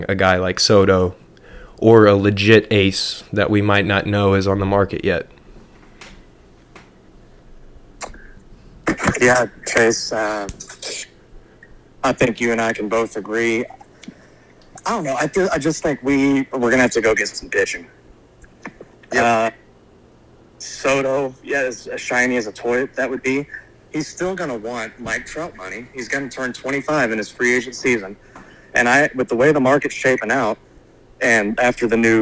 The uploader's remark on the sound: All 3 co-host join together over the phone